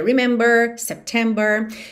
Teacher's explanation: É o seguinte, nós já vimos aqui na série várias vezes que o inglês americano tende a fazer esse R mais enrolado